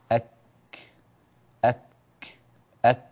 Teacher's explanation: إلى الخارج قليلا من نفس أقصى اللسان يخرج حرف الكاف